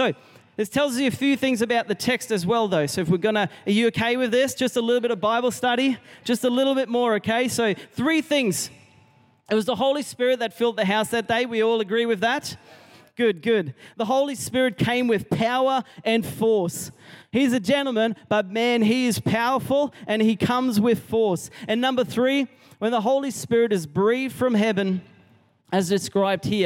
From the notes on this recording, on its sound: Recorded during our 5pm service on Sunday, the 28st of May 2023